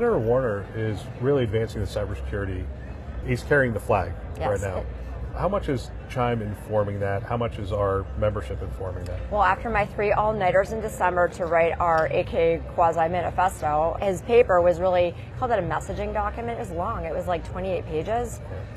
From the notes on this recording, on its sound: an Interview in Action live from ViVe 2023